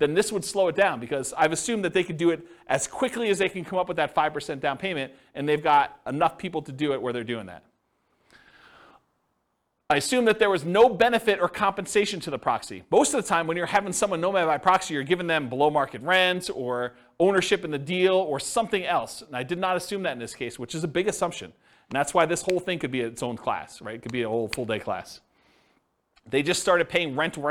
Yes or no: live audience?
yes